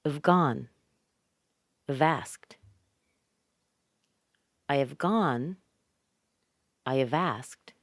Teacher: Remember how we reduce the word have. We reduce it to uv, uv. It sounds like a schwa plus a V sound